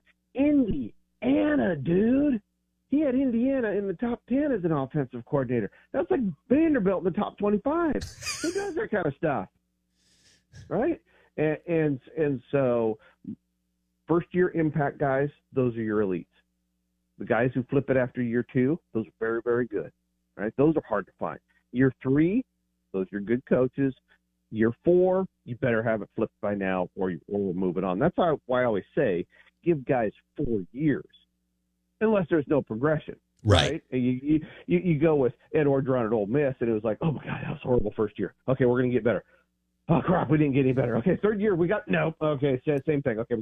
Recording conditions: phone line